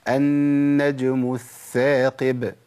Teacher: في الثائين لازم أبين رخاوة في الثاء الأولى